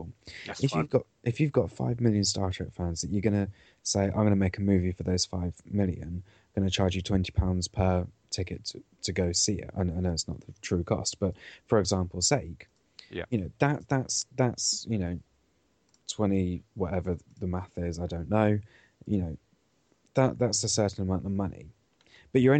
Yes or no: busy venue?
no